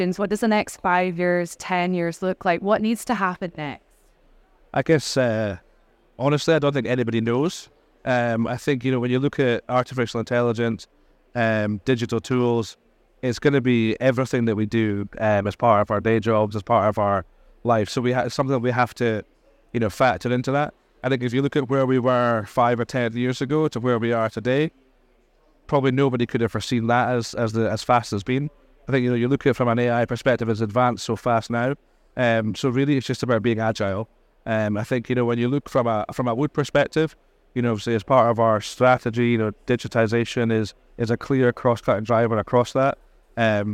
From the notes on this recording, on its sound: Recorded live at Offshore Europe 2023.